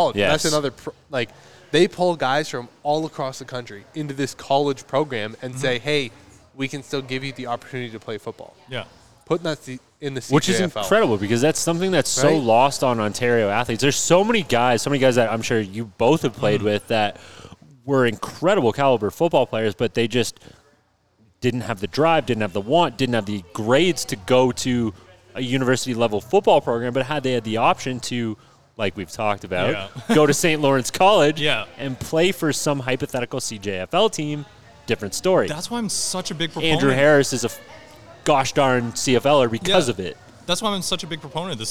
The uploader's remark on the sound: a Bonus episode from our live session at Daft Brewing